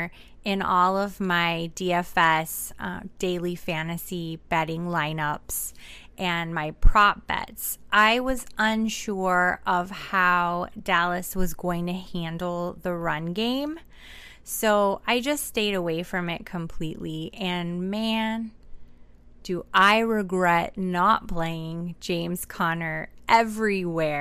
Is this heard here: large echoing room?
no